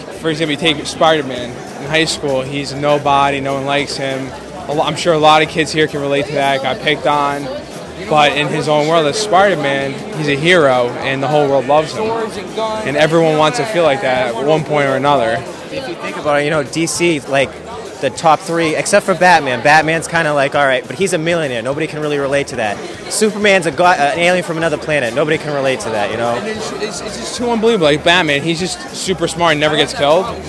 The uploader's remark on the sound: The Oxford Comment visits the New York Comic Con & Anime Festival.